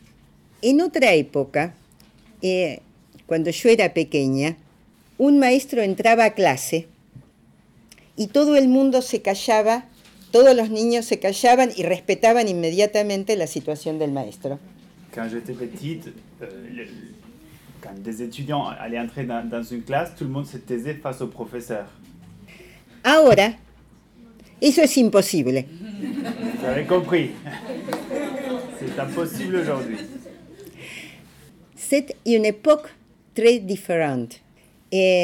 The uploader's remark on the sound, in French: enregistrée à l’Ecole de travail social Rabelais (Paris) le 3 février 2015